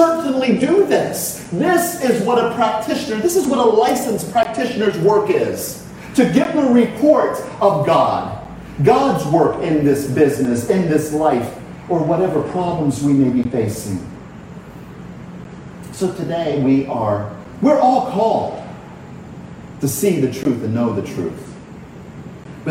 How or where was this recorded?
large echoing room